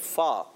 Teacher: फा जब अदा होता है, याद रखिए फा की अदायगी होती है ऊपर के जो दांत होते हैं सनाया उलिया, ऊपर वाले दांत जब नीचे वाले होंठ के तर हिस्से से, गीले हिस्से से लगते हैं तो ये फा अदा होता है